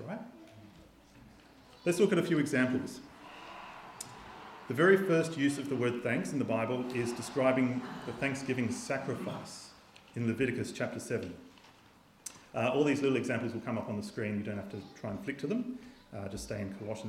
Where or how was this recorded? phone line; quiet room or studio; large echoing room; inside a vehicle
large echoing room